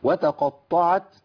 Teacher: خد بالك التاء مرققه، القاف مفخمه والطاء مفخمه وبعد كده التاء ايه؟ مرققه. يبقى انا محتاج ان انا ابين التفخيم وابين التدقيق.